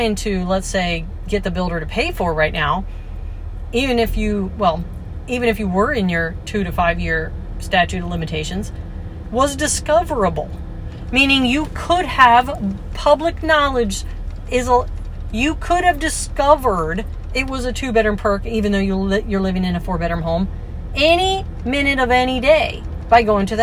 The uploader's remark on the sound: I frequently record podcasts while driving, so noise may be a factor but the content is worth it, it's where I do a lot of thinking.